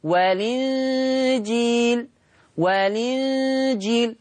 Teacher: هنشيل الهمزة وناخد الحركة نحطها على اللام، ننقل حركة الهمزة للام، عشان كده سميها نقل، فتبقى لام مكسورة. · Term: النقل